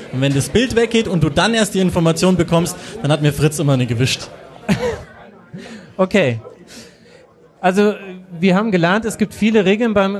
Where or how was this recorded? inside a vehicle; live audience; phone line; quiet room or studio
live audience